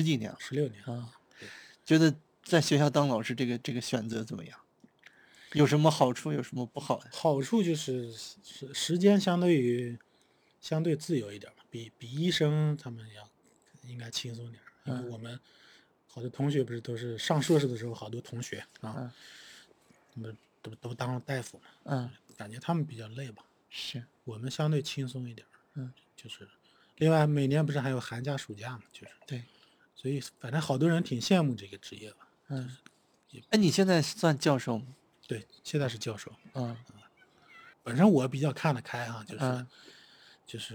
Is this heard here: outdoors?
yes